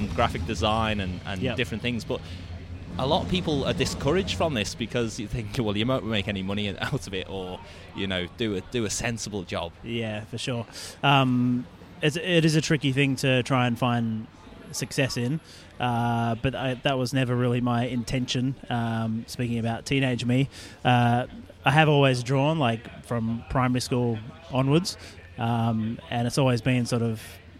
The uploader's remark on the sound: The episode was recorded at Beermash in Sydney Road, Collingwood.